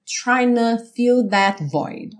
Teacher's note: Mas acaba que a gente tem ali o N do trying, já juntando com o O do to